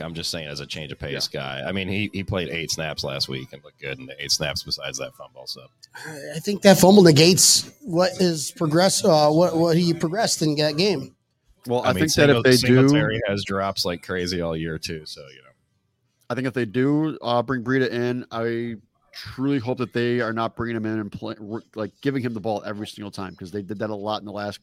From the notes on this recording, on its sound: We're live from South Florida Bills Backers HQ, Brendan's Sports Bar!